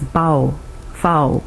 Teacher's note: you'll often hear them pronounced as bao, fao. And that slight change from the L to a more W sound · Term: dark L